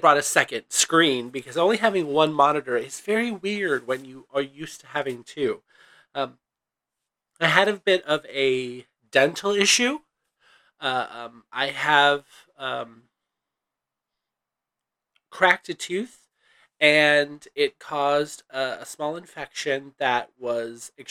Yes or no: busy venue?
no